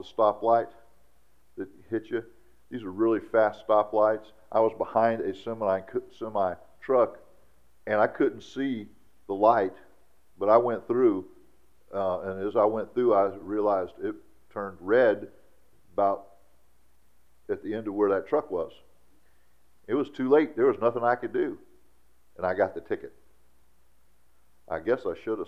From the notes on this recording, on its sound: during our traditional church service on Sunday, August 27th, 2017 at Sonshine Baptist Church